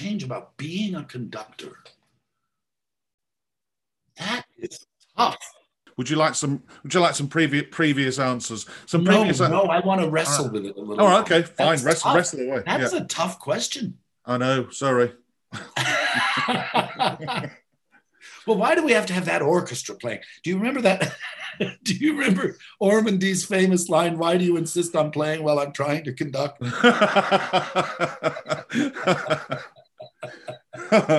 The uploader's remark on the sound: This interview was recorded on 14th June 2021 via Zoom.